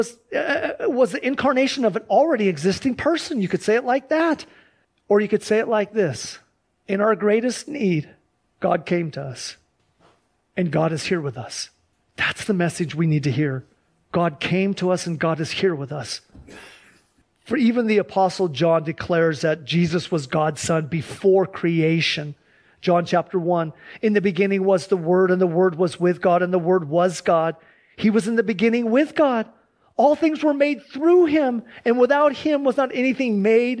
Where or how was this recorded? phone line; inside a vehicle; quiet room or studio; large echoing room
large echoing room